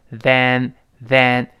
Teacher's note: 这两个 th 要吐舌头，不要读但